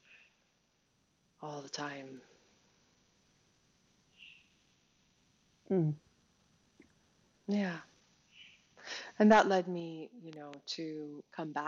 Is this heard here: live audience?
no